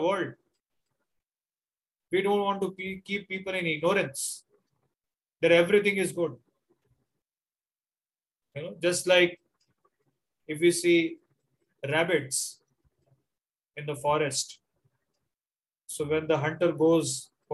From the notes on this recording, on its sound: Zoom recorded class.